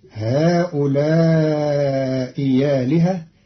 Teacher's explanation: قرأ قالون كلمتي هؤلاء آلهة بإبدال همزة آلهة ياء مفتوحة لوقوعها بعد همز مكسور، فتصير هؤلاء آلهة، وهي كذلك في بعض لغة العرب.